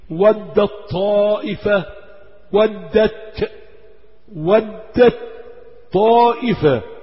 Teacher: تاء مفتوحة بعدها طاء، هتلاقي التاء معراة لأنك تلغي التاء تدغمها · Term: إدغام